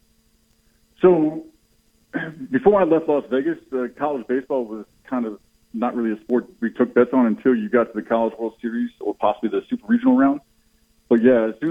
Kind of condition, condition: link, phone line